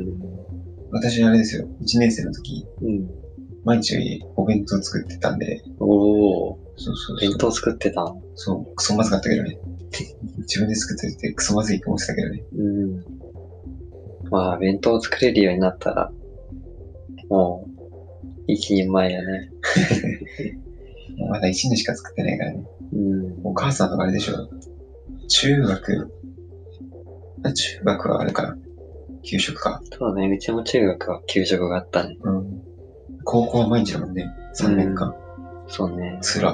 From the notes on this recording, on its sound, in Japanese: 音質が悪いかもしれないです、試行錯誤中です。